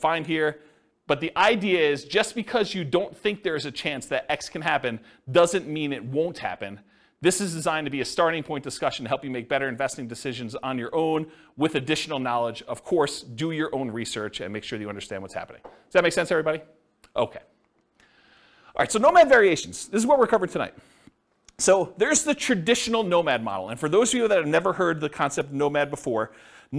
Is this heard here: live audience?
yes